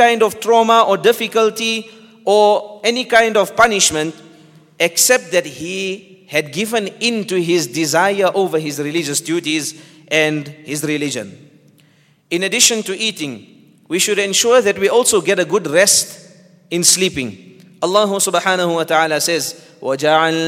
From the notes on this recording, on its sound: at the Houghton Masjid (West Street)